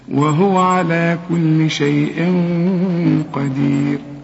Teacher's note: القاف من حروف الإخفاء، عايزين غنة هنا، الغنة هنا بقى مفخمة علشان القاف مفخمة، والغنة بتتبع الحرف اللي بعدها.